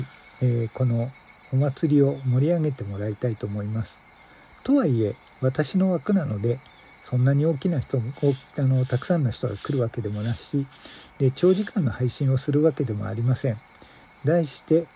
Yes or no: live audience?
no